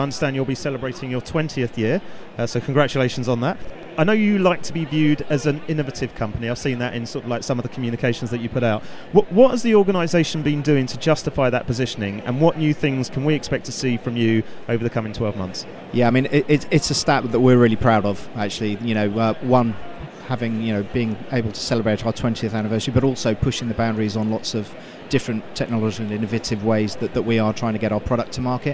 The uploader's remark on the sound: Show 57 was recorded at the 2017 World Travel Market at ExCeL